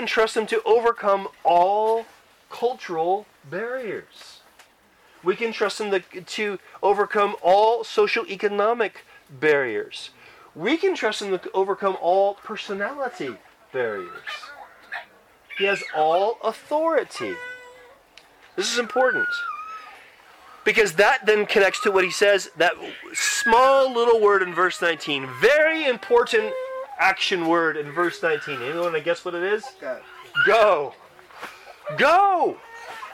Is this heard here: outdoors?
yes